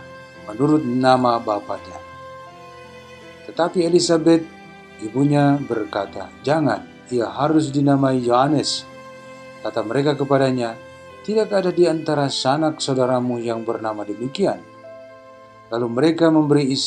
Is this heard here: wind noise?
no